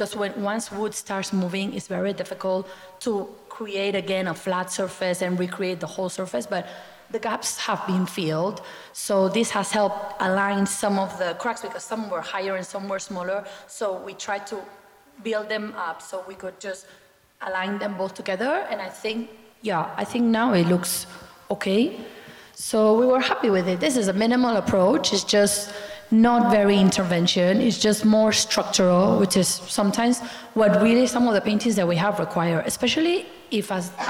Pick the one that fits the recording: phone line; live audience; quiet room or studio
live audience